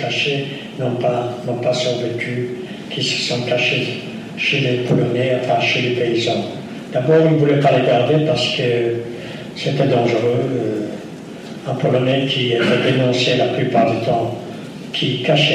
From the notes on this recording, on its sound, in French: raconte, lors de cette conférence, son histoire